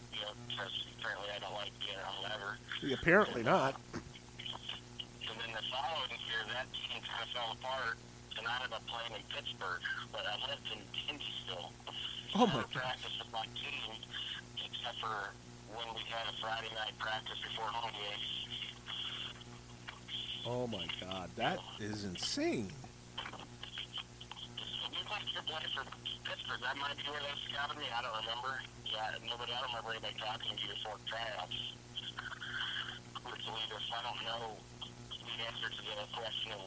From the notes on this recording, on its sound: Audio is a little low